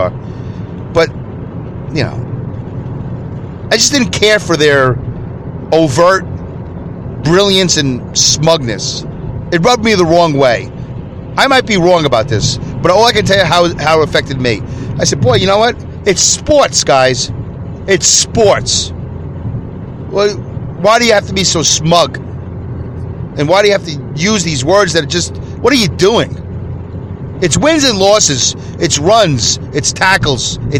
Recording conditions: inside a vehicle